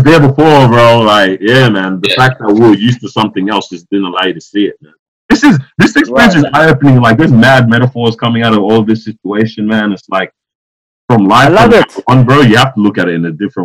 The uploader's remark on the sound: Live From Quarantine. Welcome to our first over-the-phone podcast.